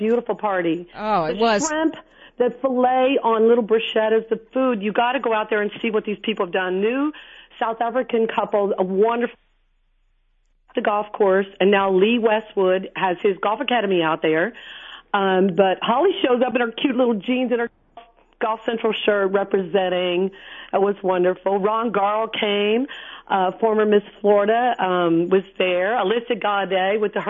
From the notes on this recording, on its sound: called in to wrap up the show